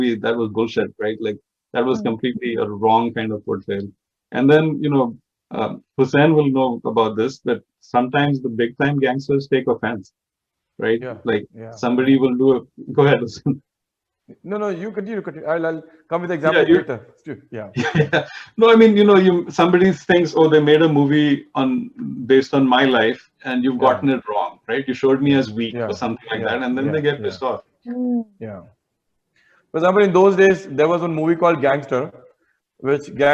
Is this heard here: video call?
yes